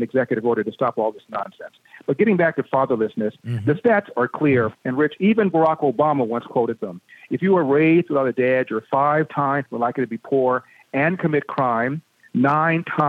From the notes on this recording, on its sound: we take your calls in open phones across America